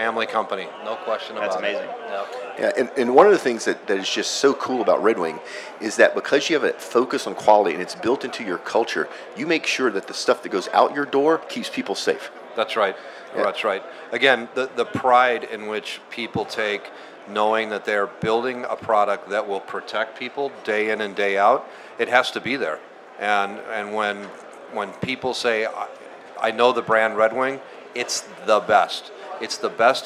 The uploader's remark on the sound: Red Wing’s Oil and Gas HSE Podcast was live at The Offshore Technology Conference, OTC 2017, in Houston, Texas. This is a special episode that was recorded in two parts: The first segment was recorded live from OTC 2017 at the Red Wing booth in the main exhibition hall at NRG Stadium. The second segment of this episode was recorded live from National Oilwell Varco’s annual shrimp boil.